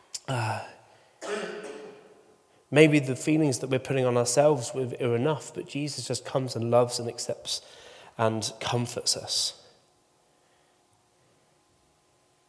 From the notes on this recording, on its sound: Recording from Immanuelskyrkan Skövde.